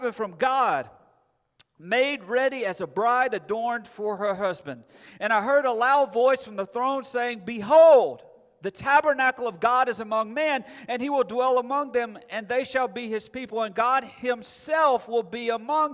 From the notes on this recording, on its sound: At Friendship Baptist Church.